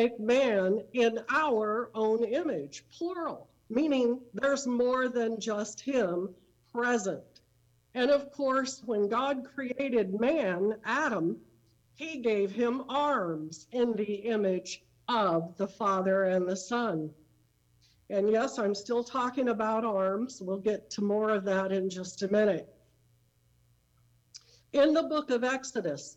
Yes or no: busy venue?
no